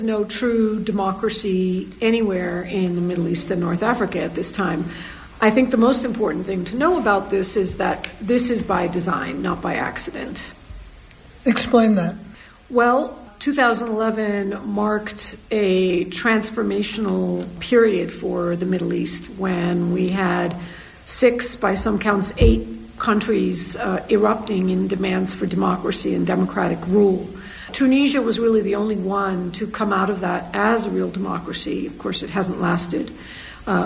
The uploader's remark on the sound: Recorded at the Middle East Studies Association annual conference.